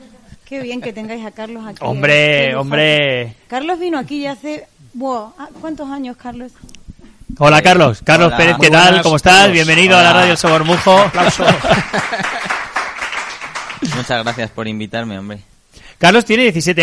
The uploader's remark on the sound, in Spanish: La Radio del Somormujo en directo y con público desde la FIO 2022 en el Parque Nacional de Monfragüe.